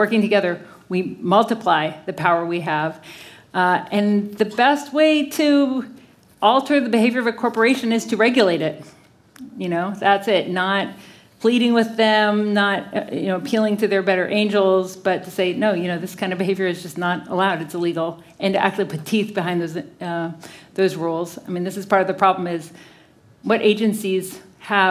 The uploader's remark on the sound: CBC Massey Lectures: Audience Q&A